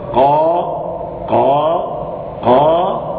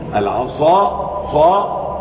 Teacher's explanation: فهل كلمة قال ضخامتها مثل العصا؟ لا، العصا أضخم في النطق لأن حرف الصاد مطبق · Shown in: second take